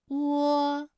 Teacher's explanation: 我们的唇形始终是圆形的，舌位的动程呢是由高到半高，在归音的时候呢是要弱收到位的 · Term: 复韵母